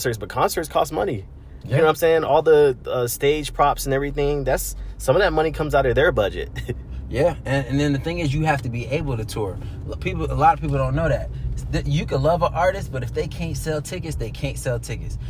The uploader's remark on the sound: as we ride in the whip (never did I think I would do a podcast in the car lol)